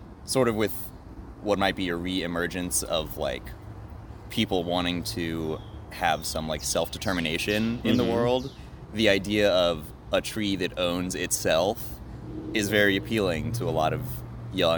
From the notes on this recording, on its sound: Special field report recorded on location. Interviews several neighbors of The Tree That Owns Itself in Athens GA.